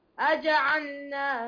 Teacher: احرص على السكون يعني لابد من إظهار السكون في هذه اللام المظهرة، لام فعل حكمها الإظهار. · Term: إظهار اللام